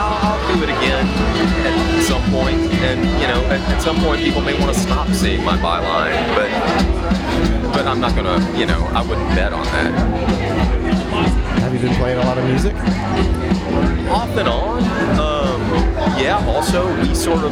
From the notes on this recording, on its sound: on location at Midtown Con.